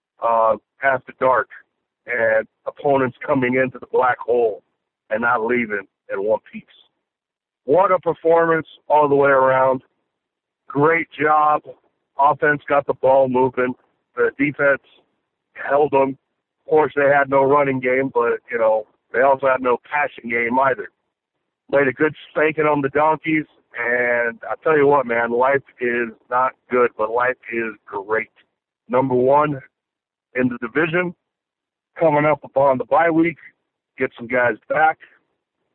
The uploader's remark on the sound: Raider Nation “Boneline” Call-in Segment